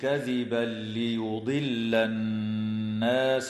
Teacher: ويدغم التنوين في اللام من غير غنة في قوله تعالى: كذبا ليضل